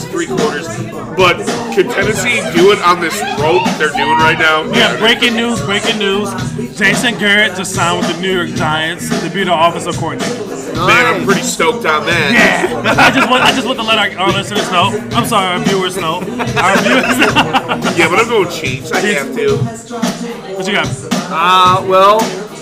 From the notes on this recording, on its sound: Live at Porch Willoughby 37638 Vine St, Willoughby, OH 44094.